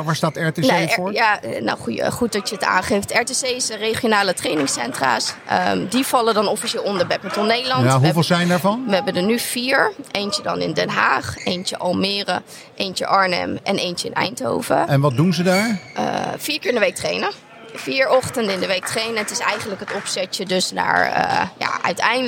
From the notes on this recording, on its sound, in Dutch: De speciale NK editie is opgenomen op de zaterdag van het NK 2023 in Almere.